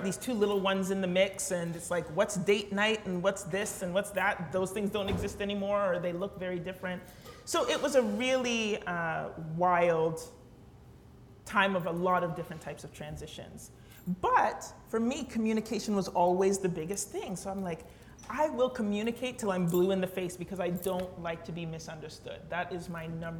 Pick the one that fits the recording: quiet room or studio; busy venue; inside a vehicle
busy venue